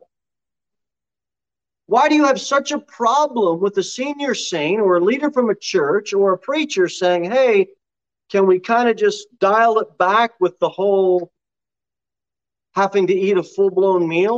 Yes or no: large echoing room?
yes